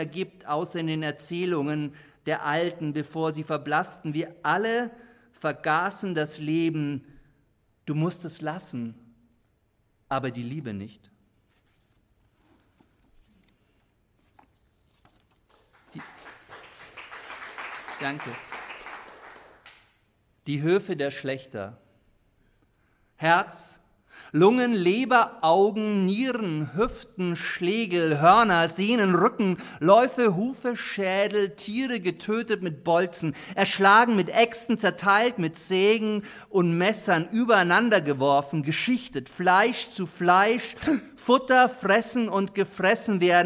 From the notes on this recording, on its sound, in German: Live vom Erlanger Poetenfest